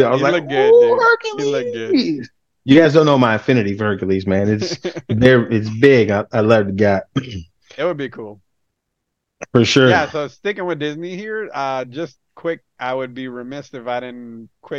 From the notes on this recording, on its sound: One of my mics broke so excuse any audio issues.